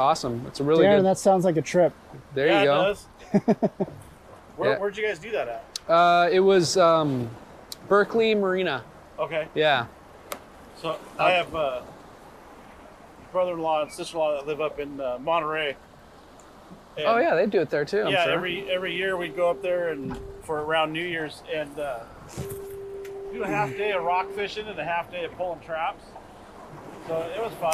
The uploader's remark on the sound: Recorded while fishing the LB Wall!